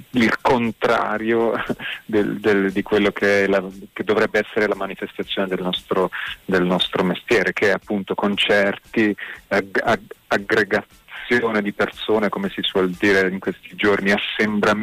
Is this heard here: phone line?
yes